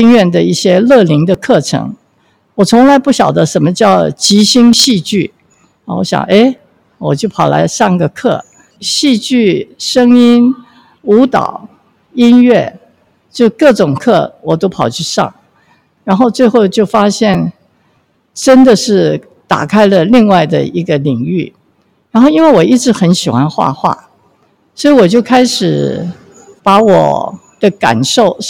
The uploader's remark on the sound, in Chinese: 因為我們是採取游擊街訪、以帳篷作為臨時錄音室的形式，所以音質並不會像一般廣播節目那麼理想，也有許多身歷其境的環境音